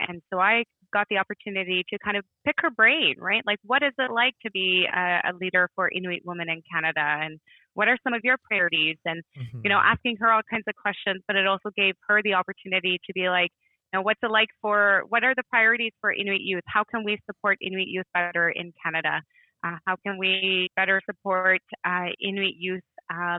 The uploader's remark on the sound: We're here on the phone